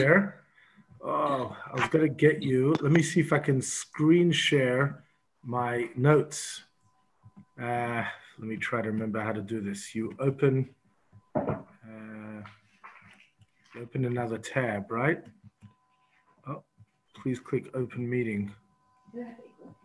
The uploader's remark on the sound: Zoom Class 5/10/20.